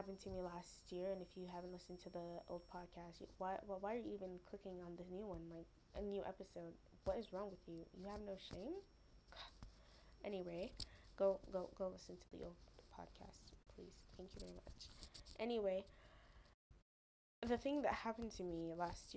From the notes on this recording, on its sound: I am sorry about sound the little tech skill died along with the podcast schedule.